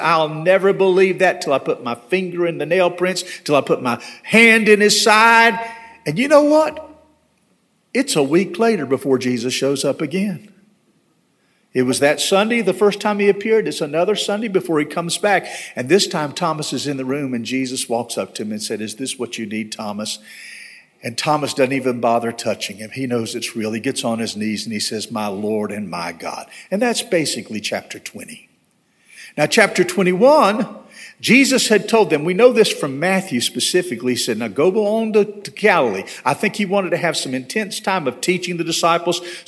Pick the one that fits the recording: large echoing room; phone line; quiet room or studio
large echoing room